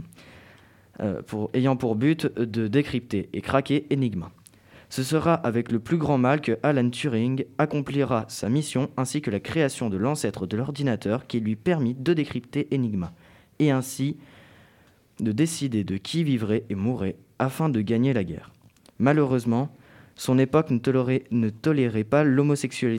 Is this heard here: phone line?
no